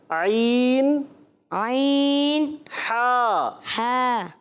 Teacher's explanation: عین کو درست کرنا ہے، حلق کے درمیان والے حصے پر زور دینا ہے، پریس کرنا ہے